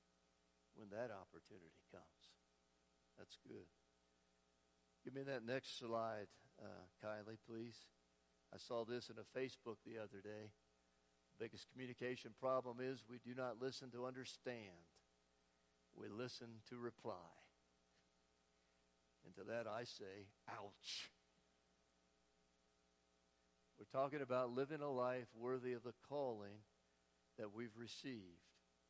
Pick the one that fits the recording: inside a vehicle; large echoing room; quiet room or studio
large echoing room